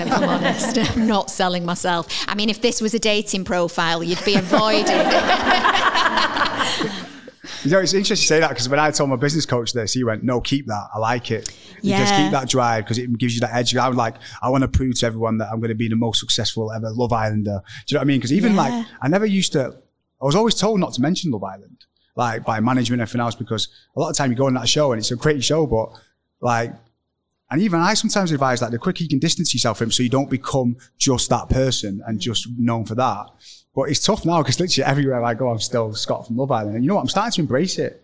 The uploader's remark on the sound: questions from the live audience